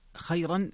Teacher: خيرا، خيرا فيها الترقيق الراء لورش